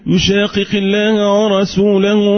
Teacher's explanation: مفصول القاف عند القاف وليست قاف مشدده · Term: بالاظهار